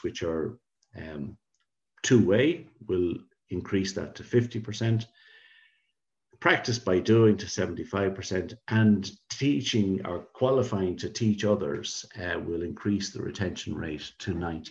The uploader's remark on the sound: Podcast version of the Signpost Series webinar. The webinar was followed by a Q&A session.